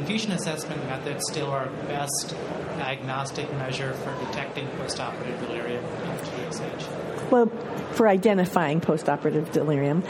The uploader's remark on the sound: Live from ASA 2023! Recorded before a live audience at the Anesthesiology 2023 Annual Meeting in San Francisco.